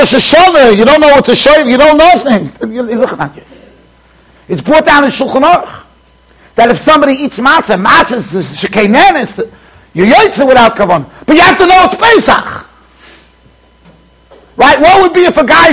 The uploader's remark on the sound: Shiur recorded in Yeshivas Ohr Reuven, Monsey NY.